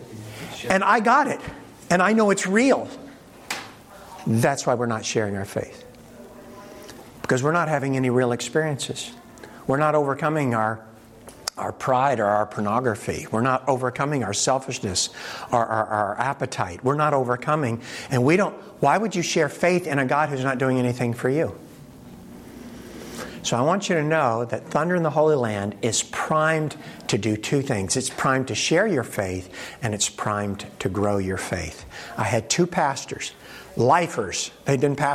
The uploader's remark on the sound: In this presentation from the 2023 Propel Conference